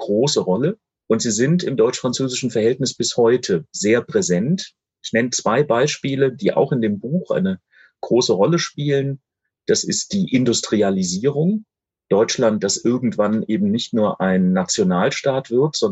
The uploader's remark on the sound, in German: Das per Videokonferenz geführte Gespräch. Im Rahmen einer Veranstaltung der Katholischen Akademie Freiburg statt. Wir präsentieren hier eine leicht gekürzte Hör-Fassung.